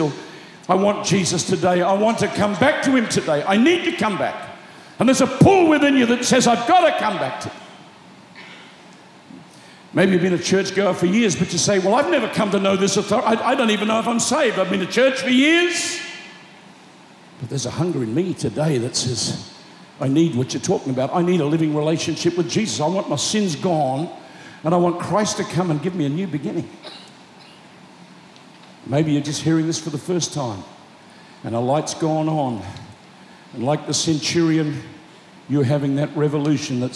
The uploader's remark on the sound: Preached Live At Planetshakers Melbourne